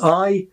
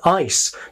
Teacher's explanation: Well, most speakers of English have a difference in vowel length. I has quite a long vowel, whereas in the word ice, the vowel is truncated by that final S